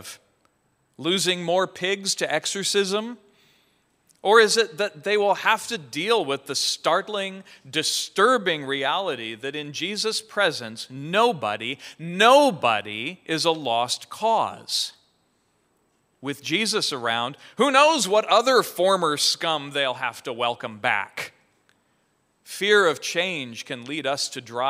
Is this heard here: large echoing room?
yes